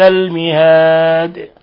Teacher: المهاد وقفنا عليها بالسكون الدال تقلقل